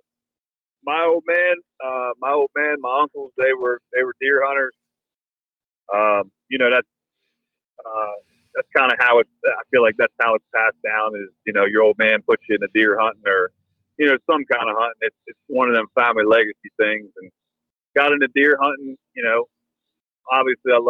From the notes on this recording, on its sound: He was actually on his way to hunt, so the audio was from his truck.